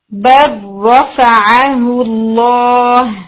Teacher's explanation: ادغام کے ساتھ، یعنی لام نہیں پڑھا جاتا جبکہ را کو ٹو ٹائمز پڑھتے